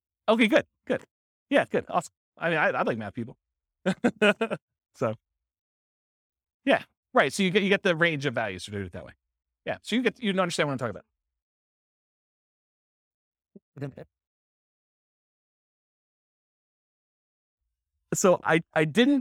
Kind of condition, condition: setting, live audience